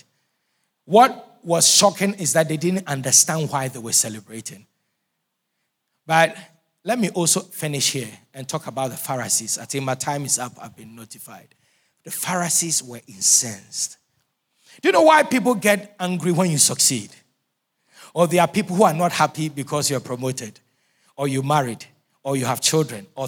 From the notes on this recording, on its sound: Sermon preached at CBC Shiashie Campus